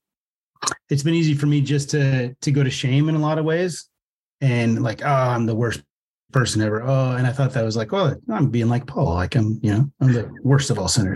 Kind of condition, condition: link, video call